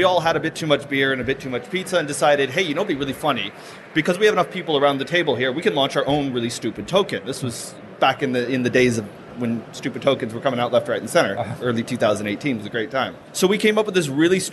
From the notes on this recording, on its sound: live at the Blockchain Insider stand